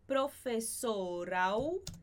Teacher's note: esse R vai juntar com A